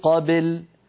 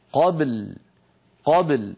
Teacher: قبل هنا عند الوقف يجتمع ساكنان الباء واللام، فعلينا أن نبين كل منهما وألا نجعل الباء تميل إلى الكسر، يعني لا نقول قبل بل هكذا لا يصح. قبل قبل نقلقل الباء ساكنة ونتبعها بلام ساكنة · Shown in: second take